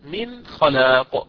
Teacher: النون قبل الخاء حكمها الإظهار، ما فيها غنة مستطالة، فيها غنة عادية اللي هي الأصلية في النون